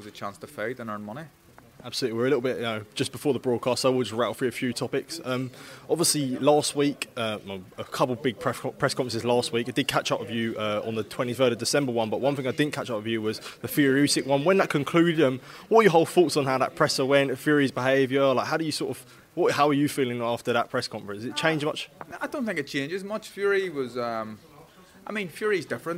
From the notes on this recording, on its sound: at the Queensberry Promotions X TNT Sport show on Friday evening at York Hall